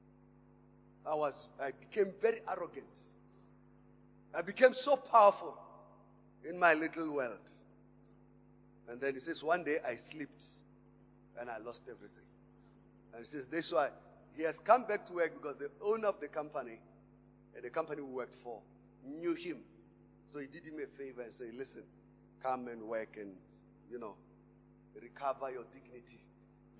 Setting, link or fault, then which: setting, large echoing room